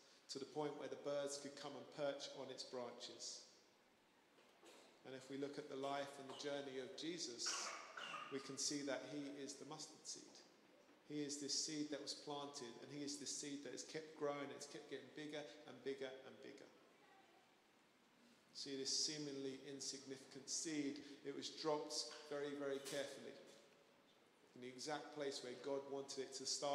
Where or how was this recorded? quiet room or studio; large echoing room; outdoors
large echoing room